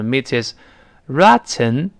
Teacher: the meat 跟后面的 is 有可能会连到一块儿